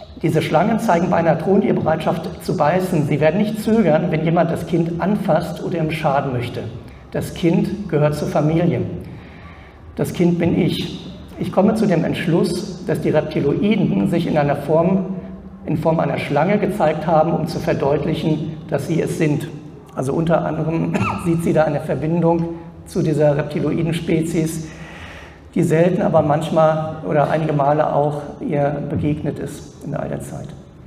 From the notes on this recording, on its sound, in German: Aufzeichnung des Vortrags auf der ALIEN.DE Konferenz. In Frankfurt am Main.